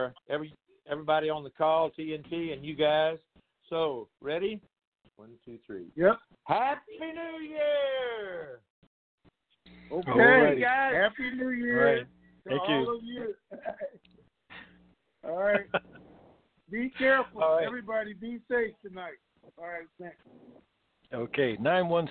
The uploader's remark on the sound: TNTSuperfantastic New Year's Eve Conference Call.